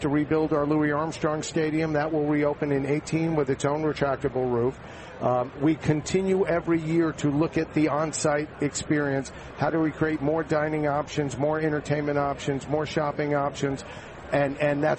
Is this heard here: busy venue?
yes